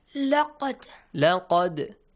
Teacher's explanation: Dal bounces the sound, yes? You have an echoing sound with that. · Term: Qalqala